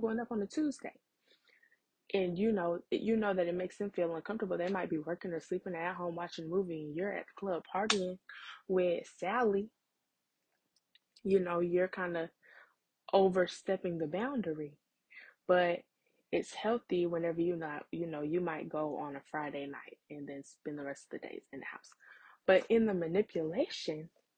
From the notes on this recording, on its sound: Sorry about the audio tonight! I’m still working on getting a new mic!